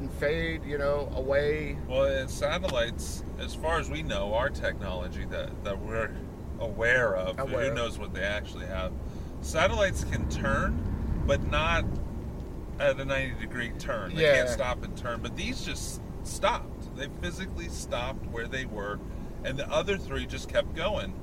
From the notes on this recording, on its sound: On this episode we take Ectoplasm Show on the road! While driving to a wedding.